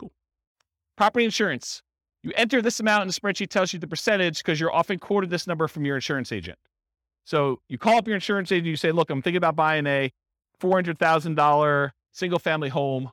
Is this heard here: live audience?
yes